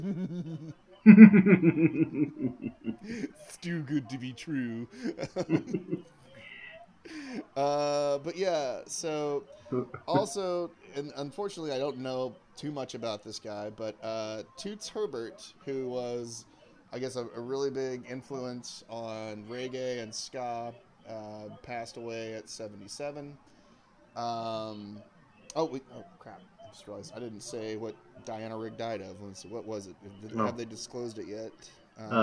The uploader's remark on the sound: I was watching NFL highlights in the background and didn't care to turn them off while recording.